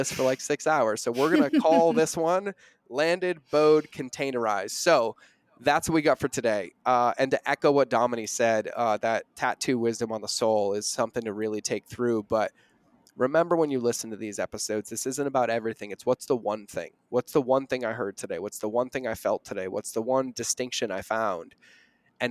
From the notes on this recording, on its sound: Live Event- Lighthouse Business Accelerator.